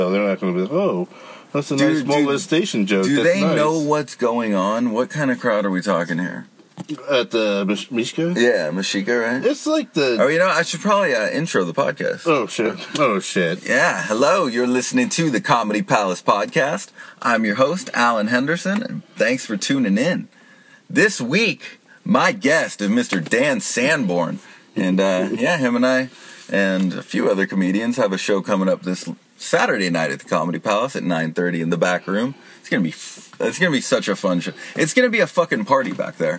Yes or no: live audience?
no